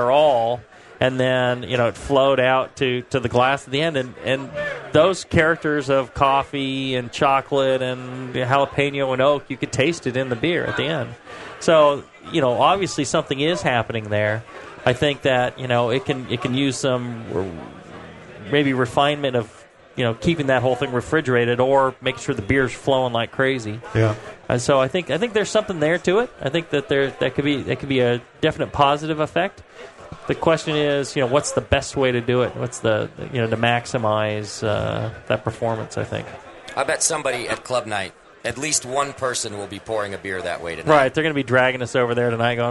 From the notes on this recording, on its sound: Live from the National Homebrewers Conference in Philadelphia, PA. Take live listener questions from the audience.